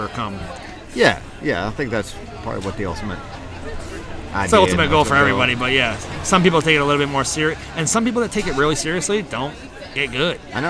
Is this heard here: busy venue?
yes